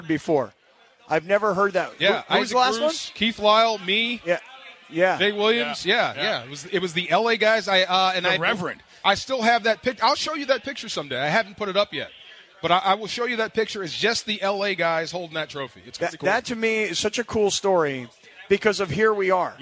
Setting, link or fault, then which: setting, busy venue